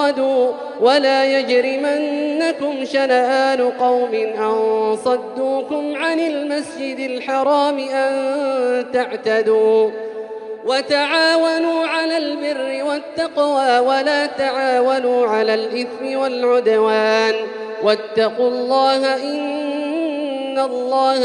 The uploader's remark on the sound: 8th Ramadan 2020 Taraweeh Prayer in Masjid Al Haram, Makkah, Saudi Arabia